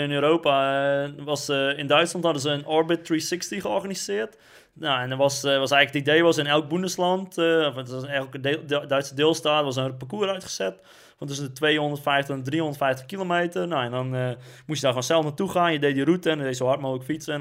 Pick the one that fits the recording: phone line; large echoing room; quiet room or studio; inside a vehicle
quiet room or studio